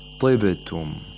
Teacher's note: We have to make it really low. The root of the tongue is not raised as much because the كسرة causes it to be raised less. · Term: lowest level of تفخيم